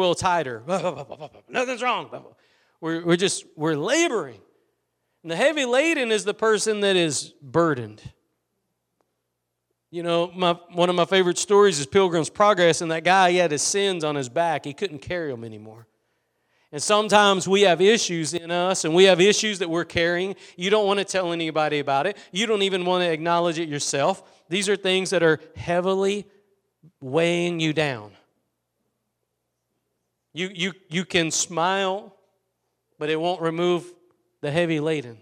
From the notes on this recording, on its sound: Preached at Gospel Lighthouse in Bossier City, La.